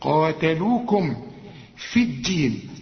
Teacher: التاء هنا مفتوحة واظهرها انها مفتوحة